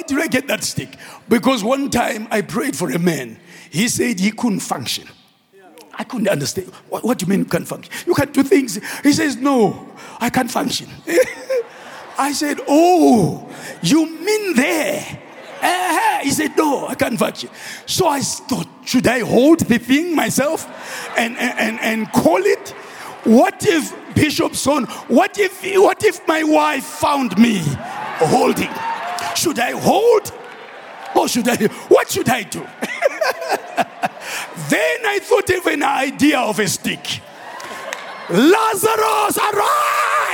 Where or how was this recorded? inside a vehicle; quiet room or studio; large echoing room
large echoing room